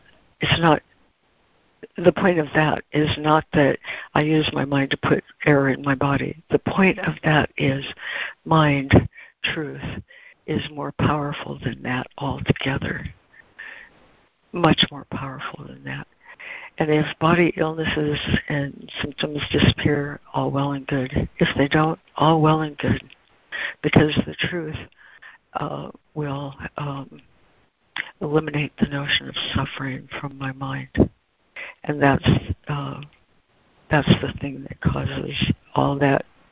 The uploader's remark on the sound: ACIM Daily Conference Call.